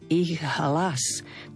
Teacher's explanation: Dodržiavame spojenie týchto dvoch rovnakých spoluhlások.